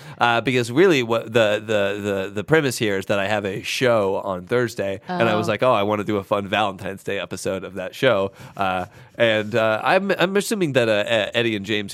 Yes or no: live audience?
no